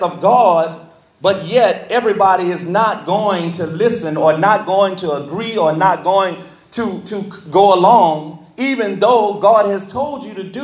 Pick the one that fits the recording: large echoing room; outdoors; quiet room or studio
large echoing room